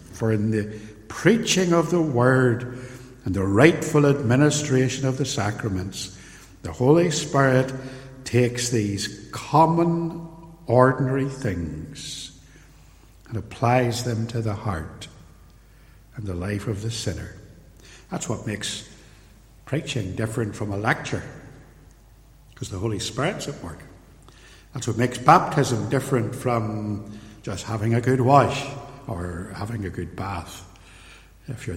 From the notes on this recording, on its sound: In this sermon, preached at Templepatrick Reformed Church in January 2020.